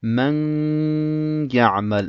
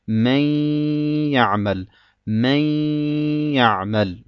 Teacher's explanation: Es heißt nicht man ya'mal, sondern ich muss das Nun verschmelzen mit dem Ja · Shown in: second take · und sagen man ya'mal, man ya'mal.